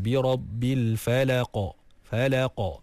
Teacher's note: Jadi bila kita waqaf dia akan ada satu sifat yang kita panggil qalqalah, dan qalqalah ni bila di akhir kalimah, di akhir bacaan kita waqafkan, maka dia dipanggil qalqalah kubra, qalqalah yang besar, yang jelas, yang terang